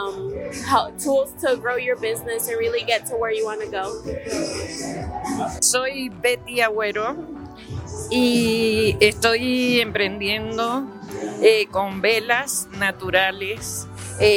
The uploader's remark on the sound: recorded with entrepreneurs at the All Day Market